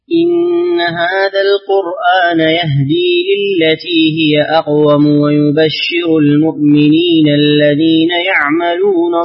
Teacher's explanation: أقرأ لقالون بقصر صلة ميم الجمع